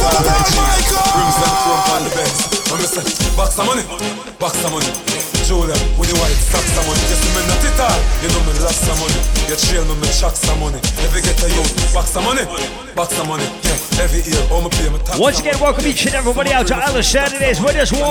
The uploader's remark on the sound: live audio recording of my set at island saturdays on November 12th